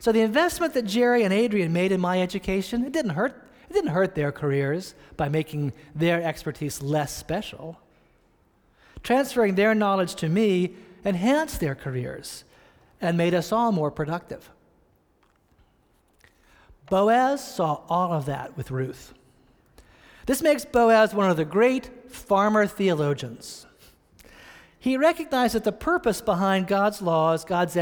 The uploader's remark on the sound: preached this sermon on October 18, 2015, at Reservoir Church in Cambridge, Massachusetts.